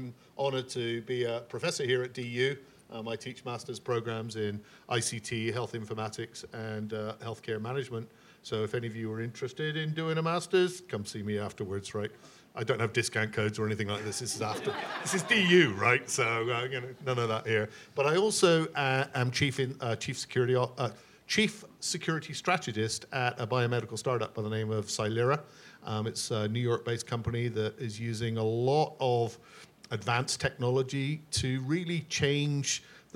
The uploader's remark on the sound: SecureWorld Closing Keynote. Participated in the closing keynote at SecureWorld Denver. This panel was recorded and is being shared here.